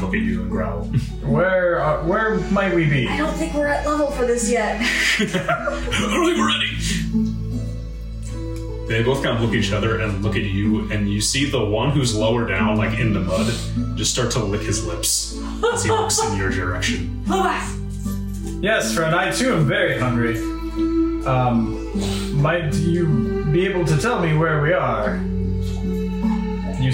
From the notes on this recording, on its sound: The audio quality of this episode was a bit compromised